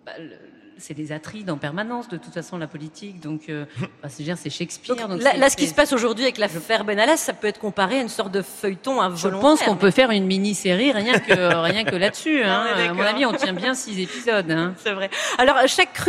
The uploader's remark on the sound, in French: En direct du festival Séries Mania à Lille